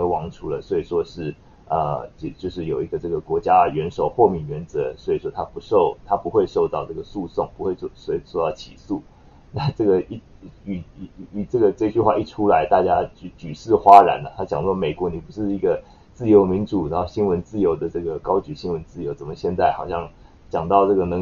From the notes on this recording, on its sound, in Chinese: 今天的收音有點遠，下次會注意調整，抱歉啦!